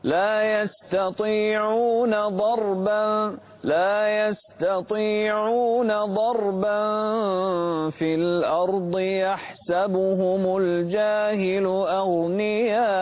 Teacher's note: فخم الغين ولا تقلق الراء